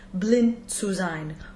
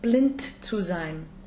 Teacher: we can implode the D and connect it to the TS sound of zu · Shown in: first take